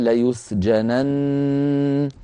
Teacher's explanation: فهذه يوقف عليها ليسجنن بنون مغنونة طويلة